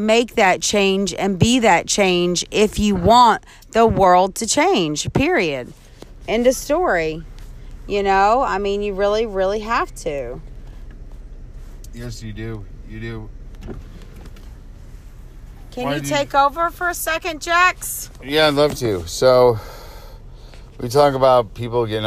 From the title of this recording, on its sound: from the car podcasting